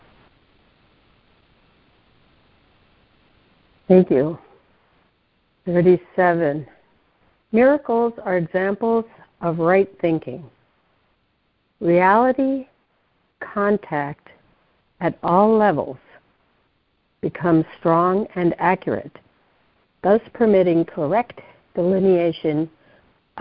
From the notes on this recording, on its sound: ACIM Daily Conference Call